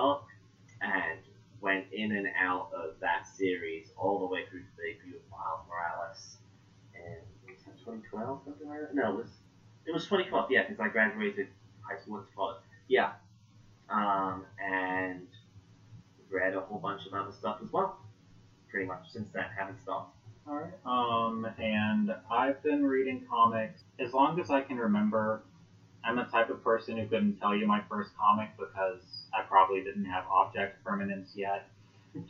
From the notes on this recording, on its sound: As per usual with podcasting, this first episode's audio has major issues.